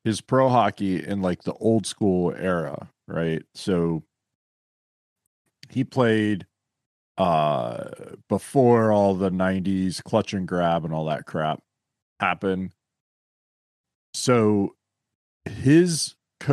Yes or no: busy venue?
no